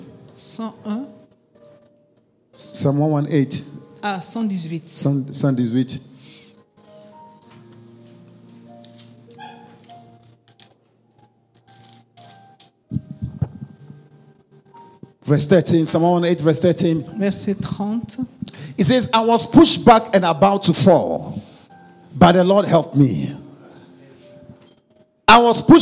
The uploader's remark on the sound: Preached during Joyful Hour Sunday Service Rabat